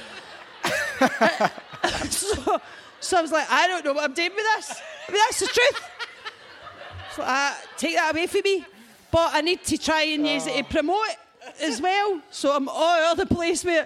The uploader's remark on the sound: Live at St Luke’s. The first ever Blethered Live show at St Luke's.